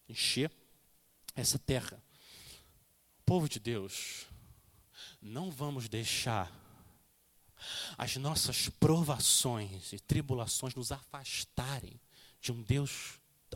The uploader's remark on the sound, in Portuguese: Mensagem gravada na Igreja Batista Jardim Minesota